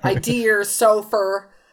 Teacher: Anyway, when people have this accent, they often, when they don't use the R, they often throw in the R. It's called an intrusive R, where it doesn't technically seem to belong